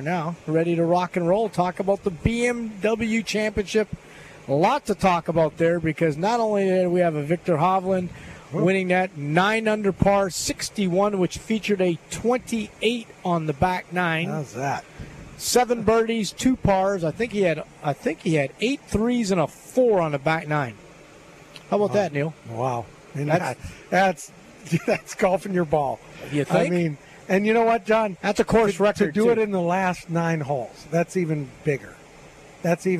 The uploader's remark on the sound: LIVE from Terry Thompson Chevrolet!